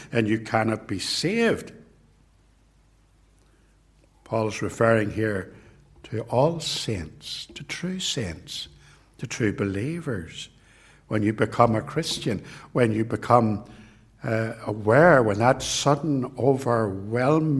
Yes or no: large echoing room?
yes